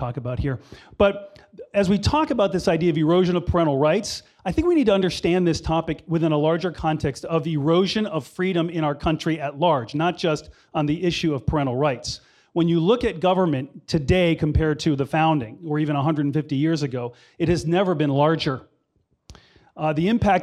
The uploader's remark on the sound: Talk was part of the Parental Rights Conference at Franciscan University of Steubenville.